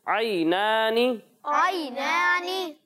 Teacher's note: عین کو ہم حلق کے درمیانے حصے سے پڑھیں گے